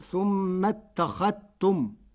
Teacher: هؤلاء إن كنتم، قرأ ورش هؤلاء إن كنتم بتسهيل الهمزة الثانية وإبدالها حرف مد مشبع وإبدالها ياء محضة، كل ذلك للتخفيف وجمعا بين اللغات العربية. ثم اتخذتم، قرأ ورش كلمة اتخذتم بإدغام الذال في التاء فتصير ثم اتخذتم